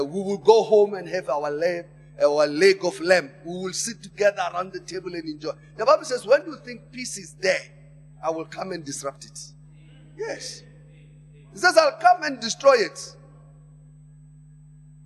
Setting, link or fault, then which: setting, large echoing room